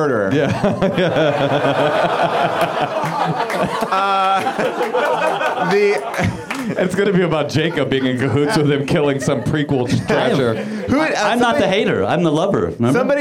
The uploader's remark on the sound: Back at the UCB Theatre in LA